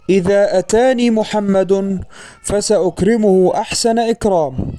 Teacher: لاحظوا أن تنغيم الجملة في بدايتها وفي أثنائها مختلف عن تنغيمه في نهايتها، فالتنغيم يشير إلى استمرار الجملة أو انتهائها